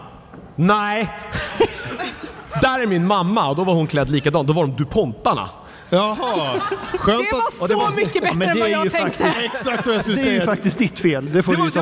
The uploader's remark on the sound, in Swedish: Den som spelades in live på Comic Con Stockholm 2023. Spelade vi in livepodd inför publik på Comic Con Stockholm på Älvsjömässan.